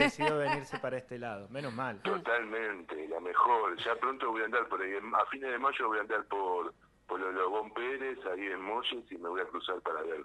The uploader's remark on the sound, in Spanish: Charla telefonica